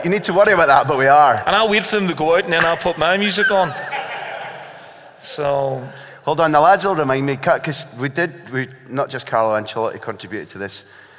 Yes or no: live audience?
yes